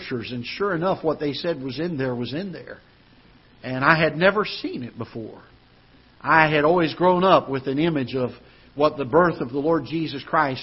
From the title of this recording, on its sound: Ketha Heights Baptist Church ~ Live Broadcast